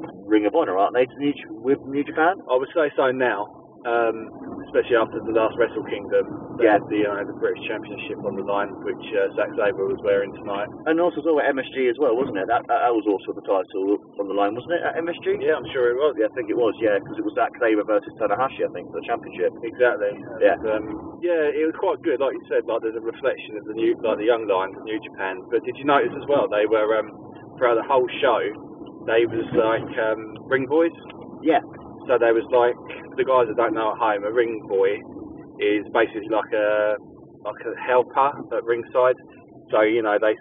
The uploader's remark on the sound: on our drive home